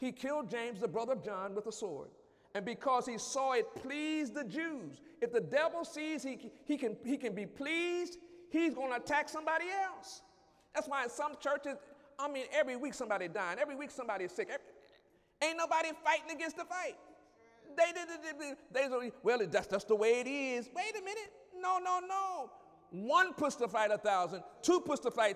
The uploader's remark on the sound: During Wednesday night service on June 21, 2017